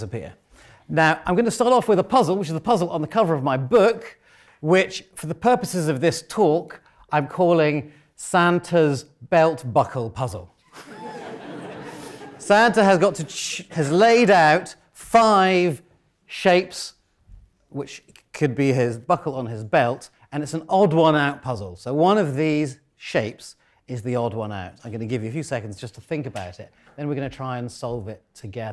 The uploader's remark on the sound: In our Oxford Mathematics Christmas Lecture